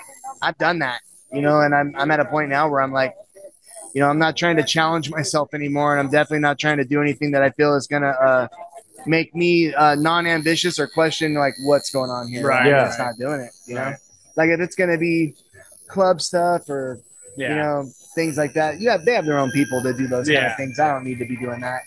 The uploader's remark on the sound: live at the Seaside Tattoo show